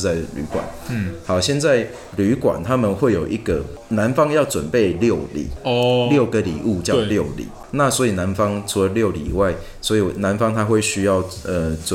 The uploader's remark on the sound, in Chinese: 本集白噪音指數：蚊風級 1/5。錄音地點： Kafemera - 卡菲米朗坊。